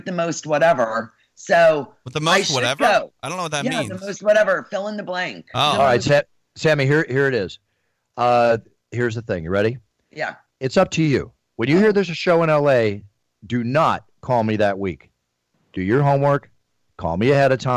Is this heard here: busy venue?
no